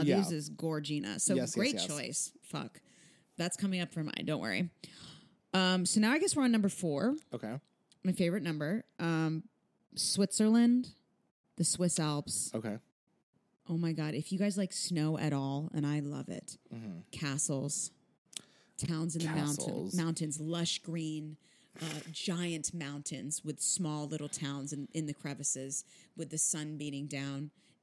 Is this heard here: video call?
no